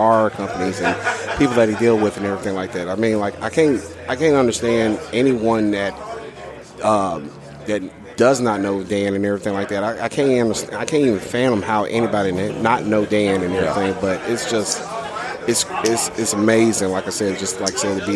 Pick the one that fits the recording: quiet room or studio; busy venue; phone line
busy venue